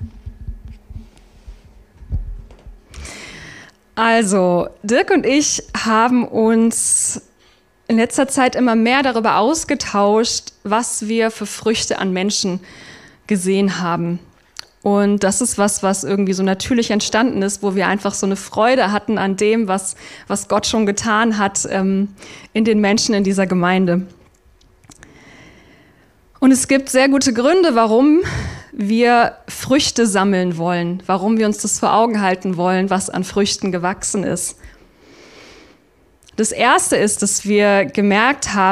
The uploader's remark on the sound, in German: Abendmahls-Gottesdienst. Oktober 2023 aus der Freien evangelischen Gemeinde Augsburg-Mitte.